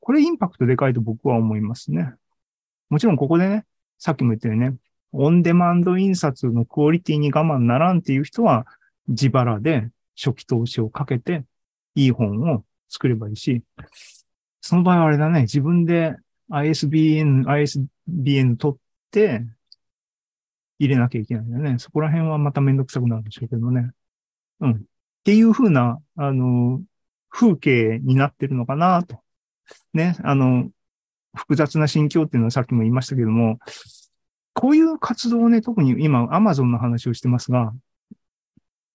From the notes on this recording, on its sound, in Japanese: ２０２２年１０月２６日に開催した ZOOMライブの模様です